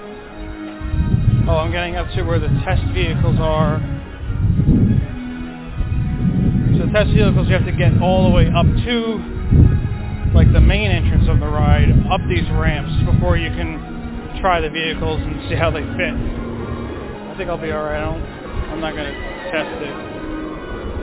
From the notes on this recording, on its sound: live from the Magic Kingdom